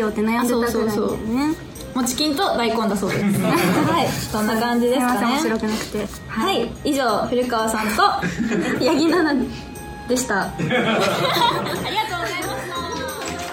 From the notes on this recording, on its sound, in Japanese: 番組初となる公開収録です